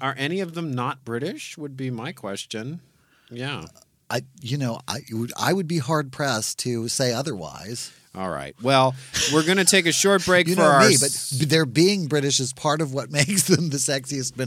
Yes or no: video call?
no